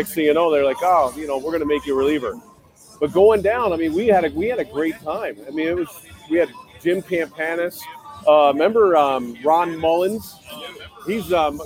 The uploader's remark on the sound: live from T-Mobile Park in Seattle